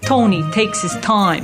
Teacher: T's are very dentalized. So they're very pushed up against the teeth.